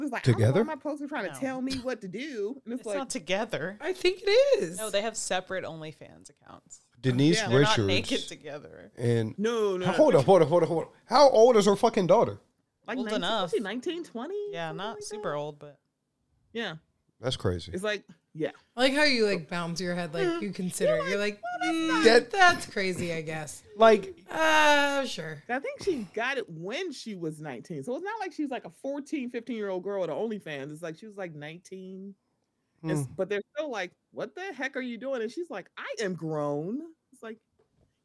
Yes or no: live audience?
no